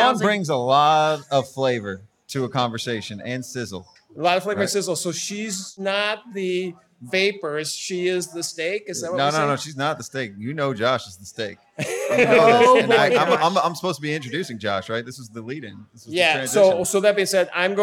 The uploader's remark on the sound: live from The Beer Temple in Chicago